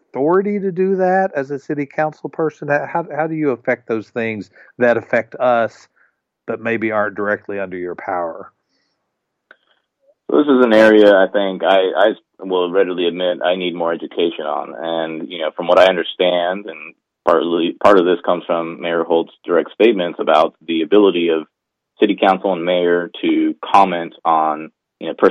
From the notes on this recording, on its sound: called in around 5:45